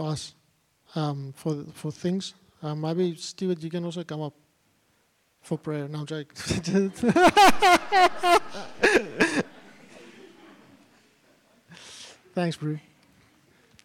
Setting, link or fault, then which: setting, live audience